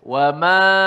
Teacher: wama alif selepas mim itu jadi nipis lah. Sebab mim tu nipis. · Term: alif mat tu jadi nipis